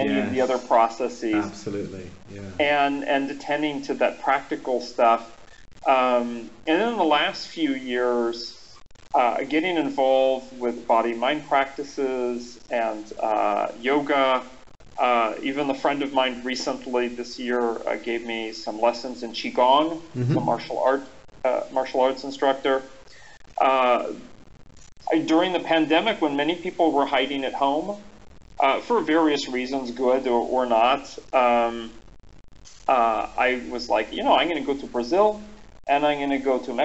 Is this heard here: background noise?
yes